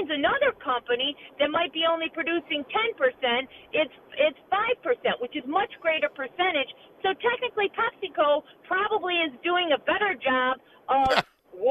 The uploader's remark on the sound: continues taking your telephone calls